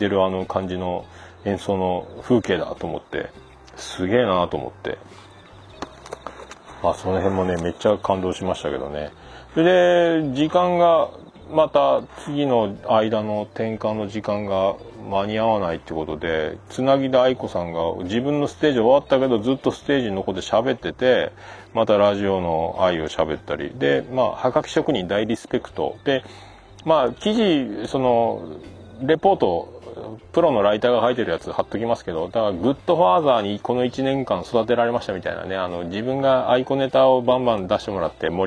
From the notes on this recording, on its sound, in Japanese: 歌謡祭の帰り道収録